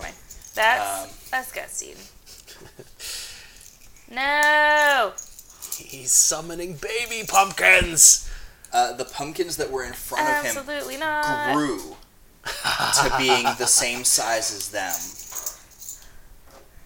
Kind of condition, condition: fault, sounds in the background